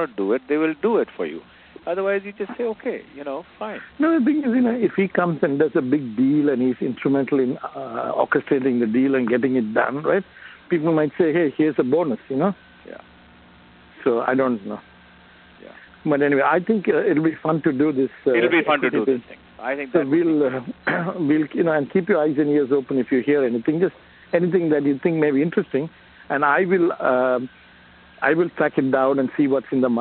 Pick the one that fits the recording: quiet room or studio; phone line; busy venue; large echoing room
phone line